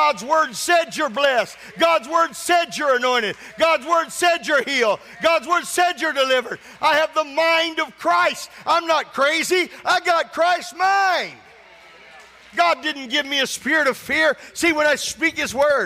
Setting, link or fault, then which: setting, large echoing room